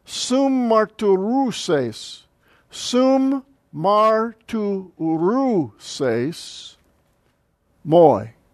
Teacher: when you have a double mem here, you just hold the M sound longer